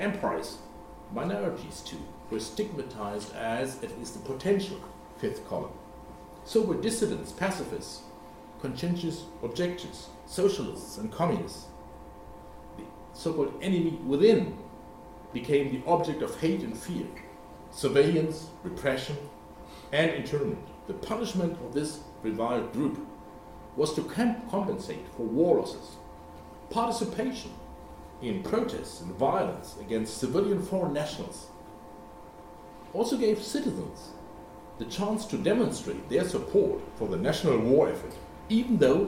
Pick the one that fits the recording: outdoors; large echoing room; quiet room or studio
large echoing room